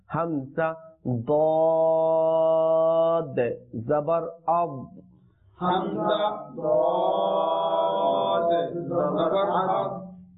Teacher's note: দাদ কিন্তু কলকলা হরুফ না, কিন্তু আমরা বেশিরভাগ ক্ষেত্রে দাদকেও দালের মতো কলকলা করে ফেলি